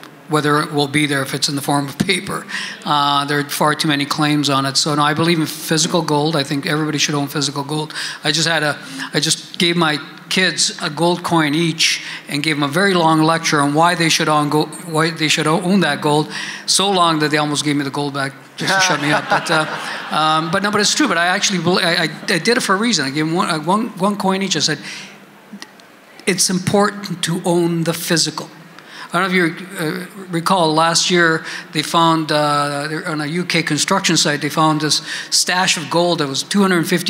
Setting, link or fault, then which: setting, busy venue